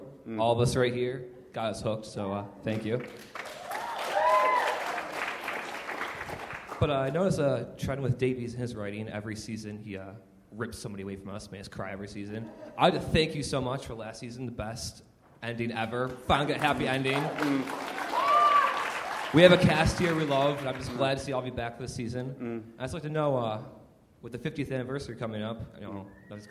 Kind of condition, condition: setting, live audience